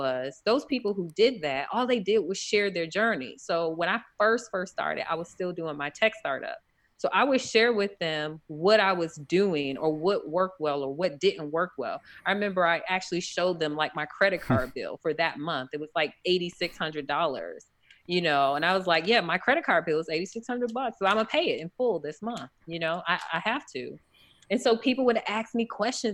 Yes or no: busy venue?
no